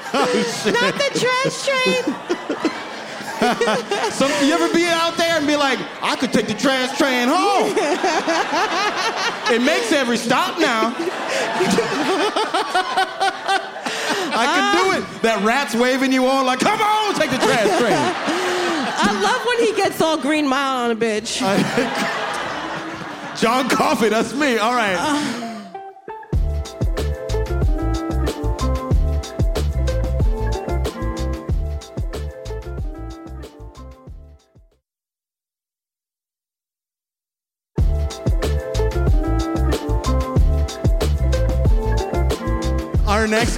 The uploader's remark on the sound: Live at the Bell House